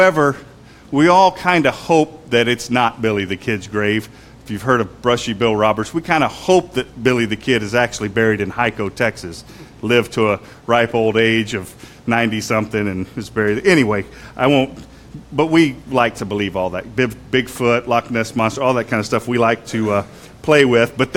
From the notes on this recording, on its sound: Sermon was preached on Pentecost Sunday at Christ Fellowship UMC in San Antonio, TX.